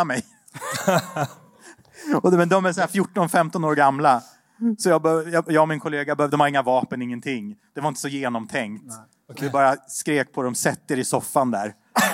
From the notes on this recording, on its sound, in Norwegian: AVHØRTs Juleshow, live fra Rockefeller!